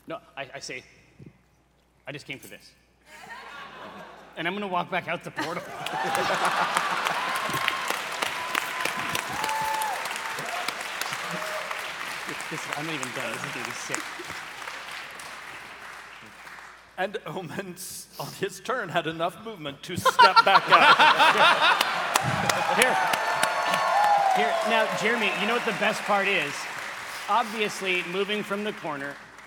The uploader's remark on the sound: live at PAX Unplugged 2023